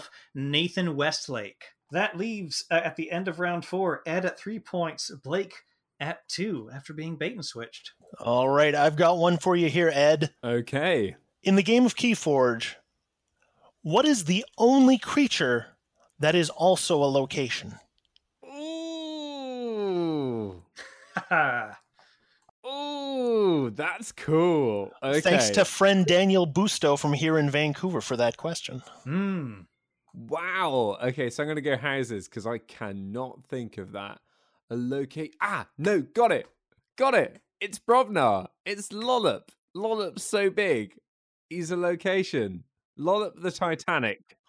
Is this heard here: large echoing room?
no